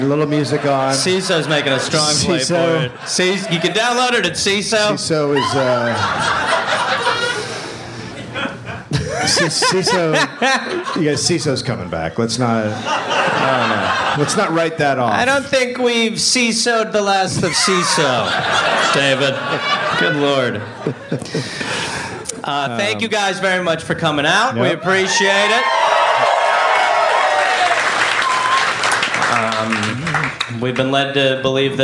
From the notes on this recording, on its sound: Live in Durham, NC.